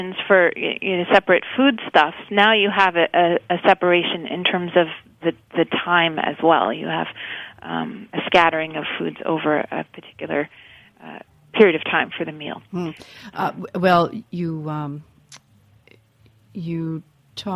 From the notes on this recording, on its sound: via phone